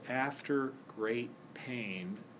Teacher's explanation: you get what's called a spondee, which is two stresses in a row, instead of a stress and an unstressed syllable